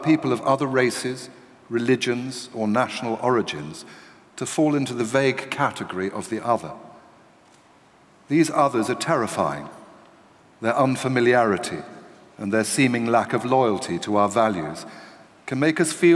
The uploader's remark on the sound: This event was recorded on the 2nd March 2018, in London